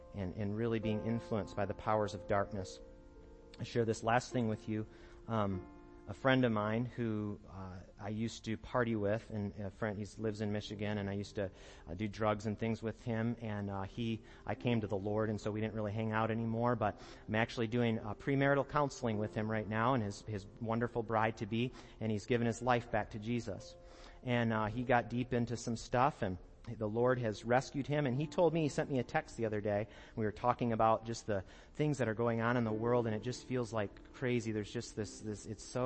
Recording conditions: large echoing room